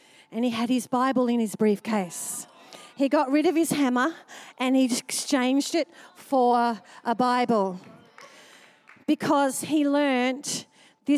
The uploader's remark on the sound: Recorded during our 5pm service on Sunday, the 3oth of April 2023